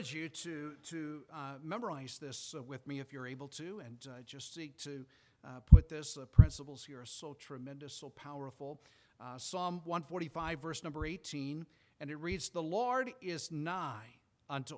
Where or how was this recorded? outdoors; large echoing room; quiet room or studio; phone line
large echoing room